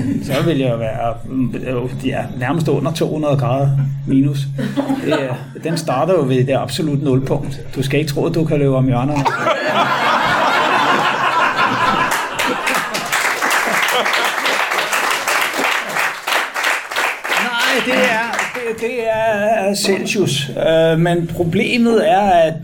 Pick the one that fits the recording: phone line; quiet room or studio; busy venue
busy venue